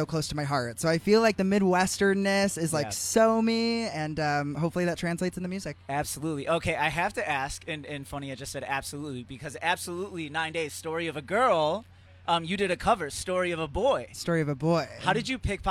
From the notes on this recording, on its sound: The MIX is live backstage at Lollapalooza 2022!